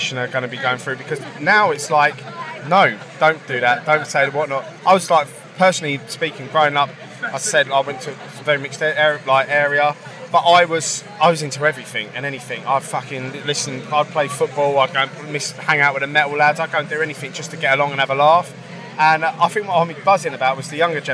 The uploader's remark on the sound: From our 'Live from Bloodstock 2023' series.